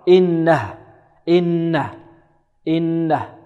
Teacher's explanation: هذه الهاء إذا وقفنا عليها نقف بماذا؟ بالسكون، اختبارا أو اضطرارا. · Term: الهاء الساكنة